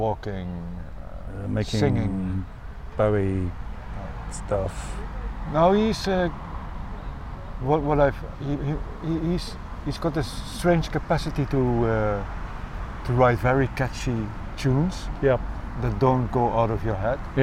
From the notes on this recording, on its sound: Radio On Berlin. Sat down in the junkie park right outside the Radio On studio in Kreuzberg. Amidst traffic noises, sirens, u-bahn traffic and butterflies fluttering around. Homeless wasps annoying people eating cakes. Against a background of eternal traffic noises.